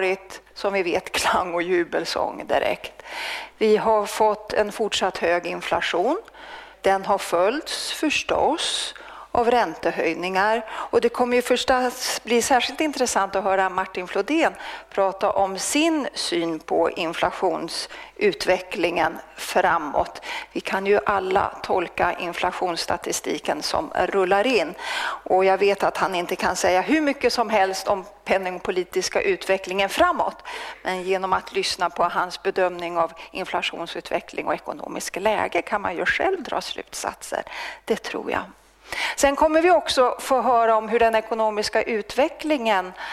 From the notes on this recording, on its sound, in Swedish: Presenterar Svensk Försäkring den årliga rapporten Omvärldstrender vid ett seminarium på Finlandshuset i Stockholm. Det här är en ljudupptagning av det seminariet.